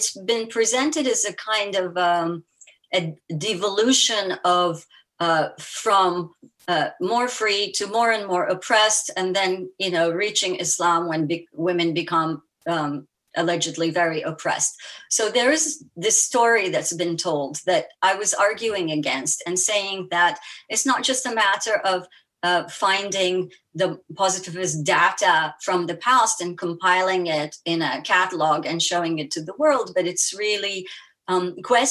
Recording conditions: video call